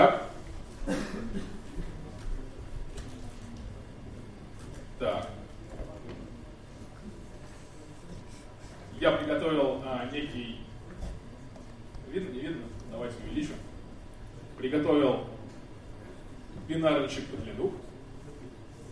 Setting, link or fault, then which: setting, live audience